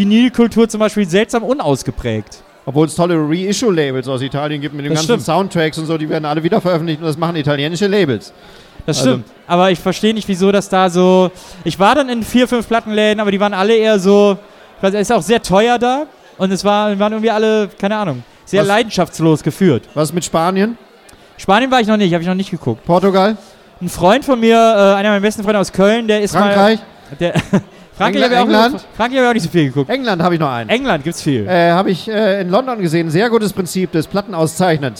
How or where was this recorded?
busy venue